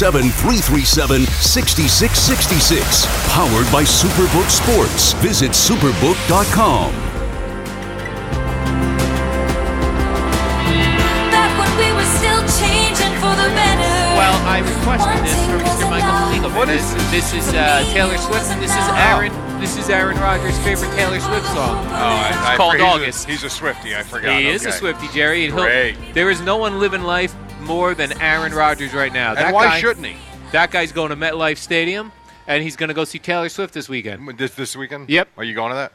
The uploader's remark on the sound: Live from D'Jais in Belmar